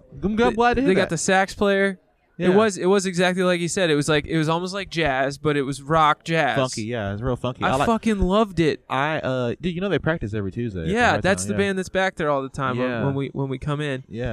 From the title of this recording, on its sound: Live from The Lamp